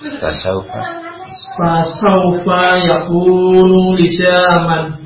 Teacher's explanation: Biasakan seperti tadi mailan saufa, itu suaranya pada i kalau ya, suaranya pada u kalau wau, tidak condong kepada o